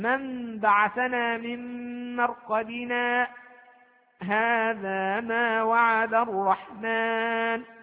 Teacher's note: يبقى من بعثنا من مرقدنا هذا ما وعد الرحمن، هذا هو السكت. وقفت على كلمة مرقدنا من غير أن أخذ نفسا ثم قلت هذا ما وعد الرحمن، فهذا هو الموطن الثاني من مواطن السكت.